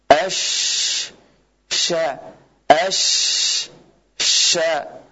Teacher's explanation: Nah, ini huruf shin, Sama dengan jim, hanya saja huruf shin dia tidak rapat makhrajnya dan punya sifat tafasyi.